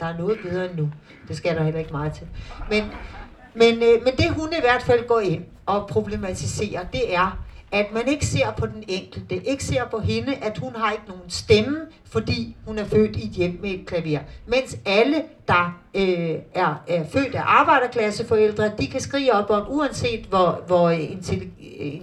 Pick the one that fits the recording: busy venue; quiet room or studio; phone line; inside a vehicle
busy venue